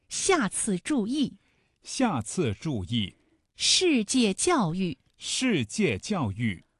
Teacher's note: 声带从紧开始到完全松弛为止，声音从高到低，音长是最短的啊 · Term: 四声